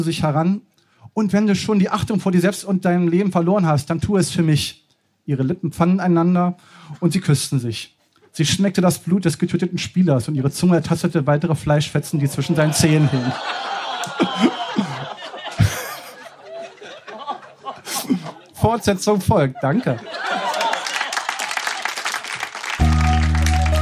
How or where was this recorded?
live audience